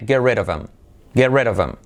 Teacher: Nos comemos la H y la I como una E